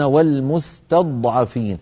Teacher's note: المستضعفين فيها في وسطها ضاد ساكنة، هذه الضاد الساكنة كما نعلم الضاد حرف مستعل مطبق مفخم رخو، رخو يعني فيه مط قليلا، الحرف الرخو ممطوط الصوت قليلا لأن فيه جريان للصوت، والجريان